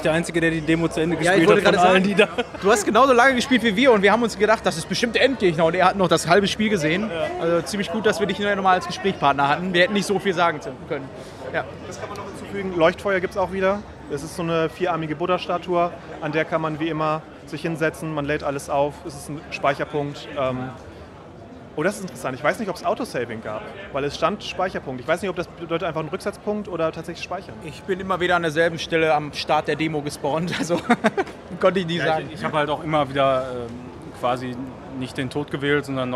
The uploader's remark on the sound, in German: Wir waren auch vor Ort und berichten euch in dieser Episoden live, über unsere Eindrücke der Gamescom 2018.